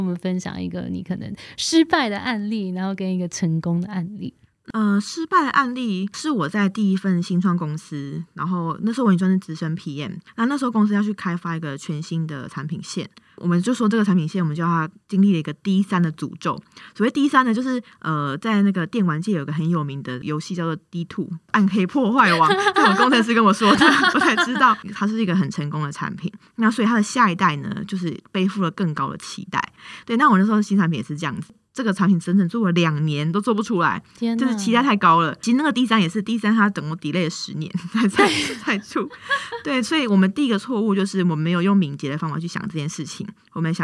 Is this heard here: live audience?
no